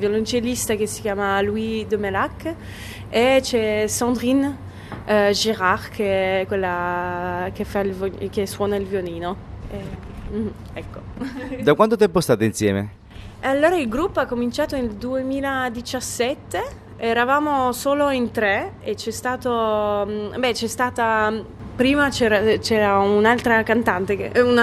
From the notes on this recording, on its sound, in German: Live vo de Strass. 11.02.2023 im Kammgarn, Schaffhausen.